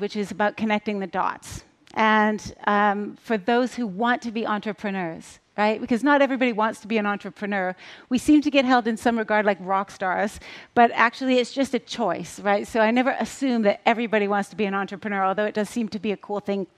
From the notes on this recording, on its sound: on stage at #BoFVOICES 2017